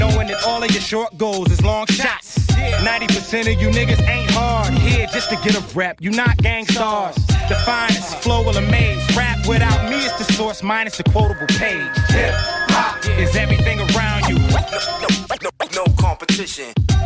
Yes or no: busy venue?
yes